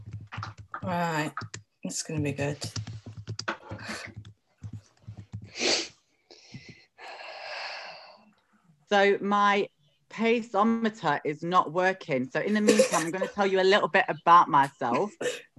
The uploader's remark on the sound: ignore the quality of the audio, we are still new still this and don't have the best mics